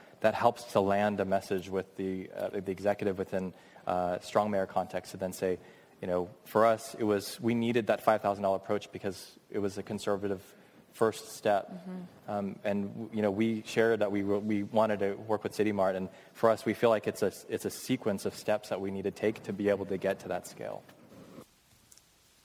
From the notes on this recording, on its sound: This week's guest audio comes from a panel discussion moderated by Code for America. Code for America also hosts an annual summit that brings together public sector innovators and the organizations that collaborate with them – and that is where this particular recording was made: at a 2014 summit panel on public sector procurement. The panel responds to an audience question.